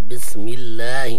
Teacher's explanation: لأن لام لفظ الجلالة إذا سبق بكسر قرئ بالترقيق، مثل قول الله سبحانه وتعالى بسم الله الميم مكسور، ولهذا قرأنا لام لفظ الجلالة بالترقيق.